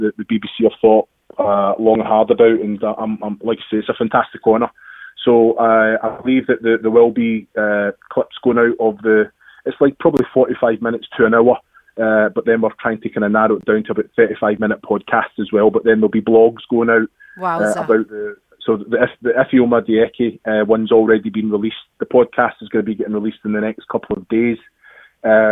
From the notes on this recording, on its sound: join the team on the phone